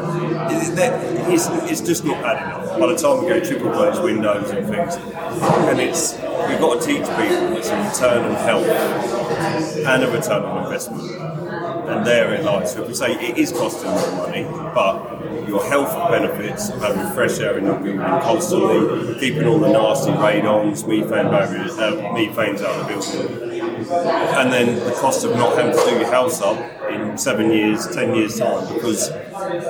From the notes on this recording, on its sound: recorded at the Passive House Network Conference